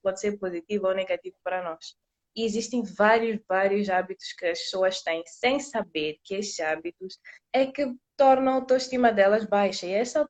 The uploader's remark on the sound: LiveInstagram